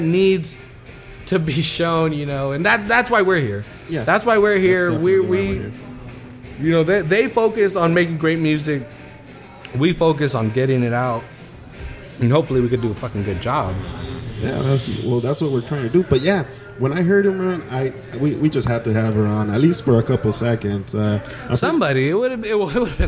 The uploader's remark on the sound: In this episode we migrate a couple blocks down from our home at the XL Public House to the Cherry Beans open mic event for First Fridays.